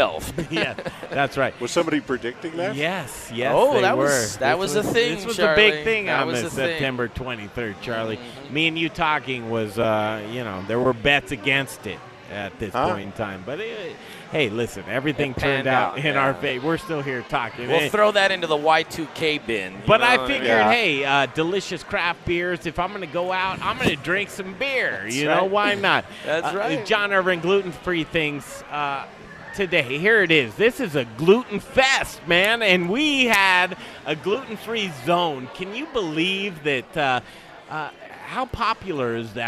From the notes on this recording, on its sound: Live from the Micro Brew Fest and Crafty Fox Tap House and Pizzeria!